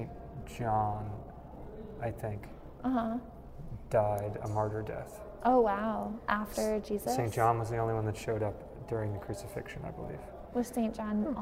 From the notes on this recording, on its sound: capped it off with a podcast recording way uptown at The Met Cloisters.